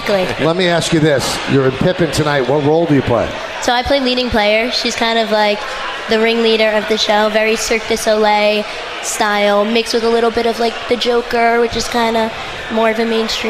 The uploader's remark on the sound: The show is live at Your Mother's House in Garden City Park, Long Island for the TMKS Holiday Party.